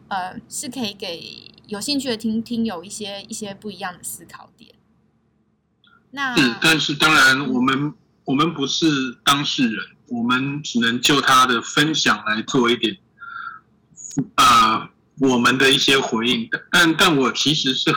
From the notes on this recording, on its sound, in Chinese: 建議音量調小一點，距離喇叭遠一點QQ。因為音質很可怕。趕鴨子上架，聲音聽起來很崩潰。這回真的是我們半夜才能用Zoom收音，。很臨時性，無法進錄音室。